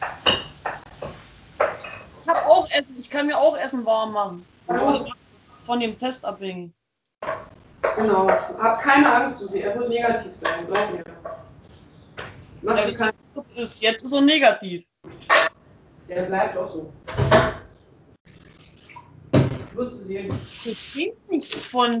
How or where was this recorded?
video call